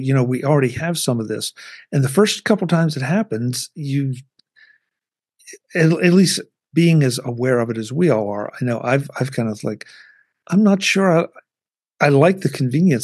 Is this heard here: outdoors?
no